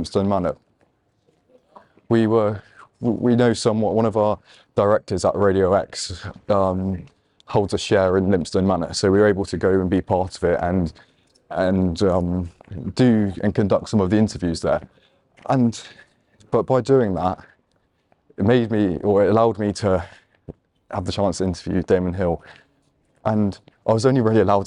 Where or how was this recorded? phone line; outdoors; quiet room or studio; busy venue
outdoors